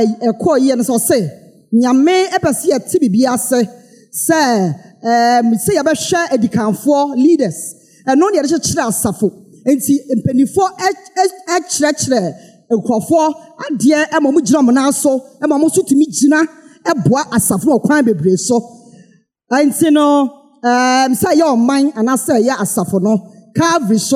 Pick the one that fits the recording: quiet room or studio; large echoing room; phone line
large echoing room